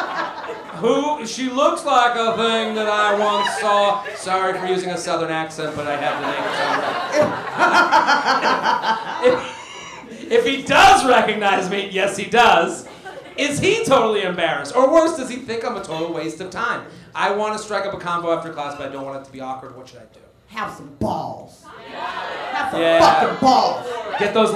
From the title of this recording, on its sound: LIVE From The Laughing Skull In Atlanta